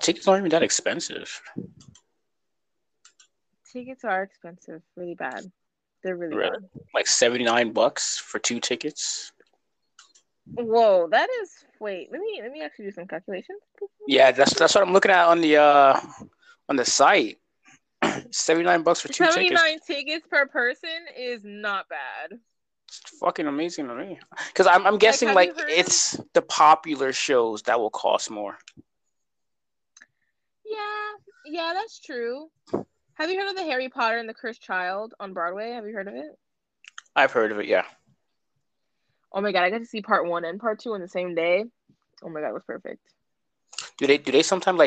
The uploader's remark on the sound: the audio has been acting kind of wacky